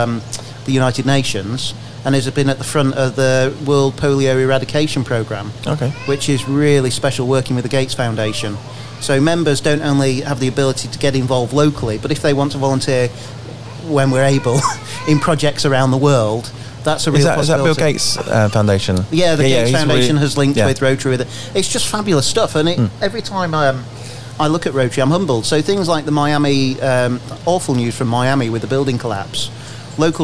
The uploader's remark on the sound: catch up outside of The Bear in Camberley and despite the noisy child wanting to be the centre of attention in the background